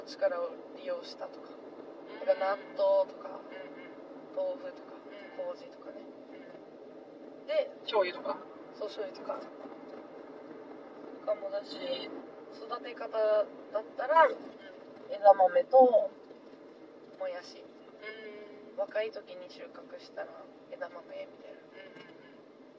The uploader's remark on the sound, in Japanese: ドライブ恩納村編。ふらふらとたどり着いた恩納村での。ドライブ収録続きです。